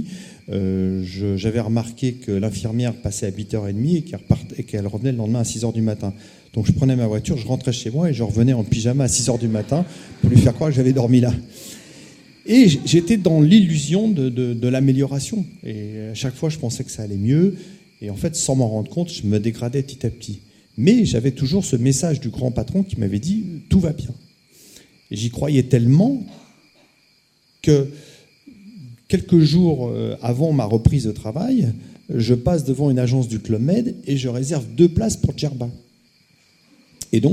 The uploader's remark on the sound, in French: partager cette expérience avec le public de la Veillée